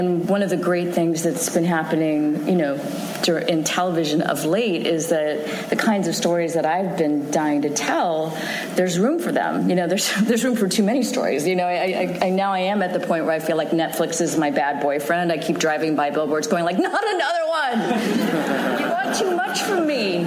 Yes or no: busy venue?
yes